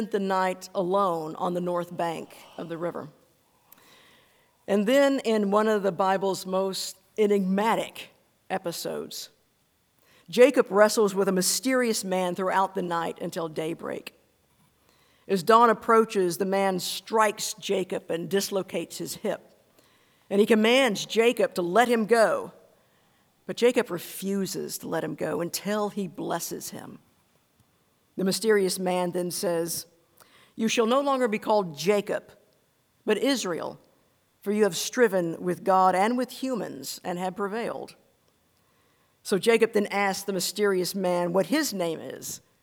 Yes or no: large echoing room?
yes